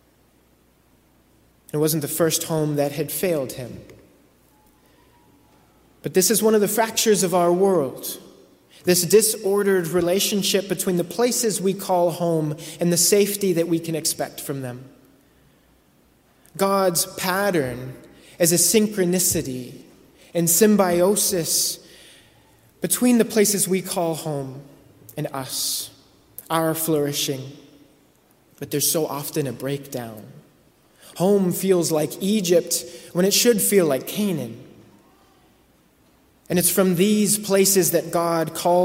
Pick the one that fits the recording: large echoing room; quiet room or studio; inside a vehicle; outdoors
large echoing room